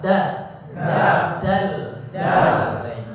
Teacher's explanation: Tapi makhrajnya agak sedikit beda. Kalau D itu ke dalam, dal agak ke depan sedikit ya.